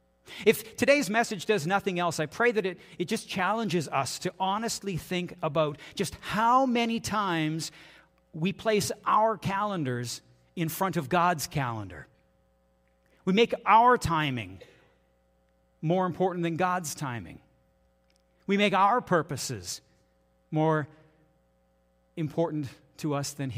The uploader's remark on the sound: This is audio taken from the June 4, 2023 Sunday sermon at FBC Charlottetown PEI Canada.